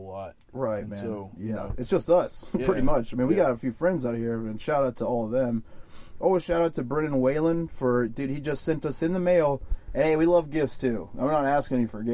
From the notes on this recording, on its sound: we recorded this episode in a RV